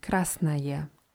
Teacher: Die sächliche Form ist Krasnaje. O geschrieben, aber dieses O am Ende wird eher wie A ausgesprochen.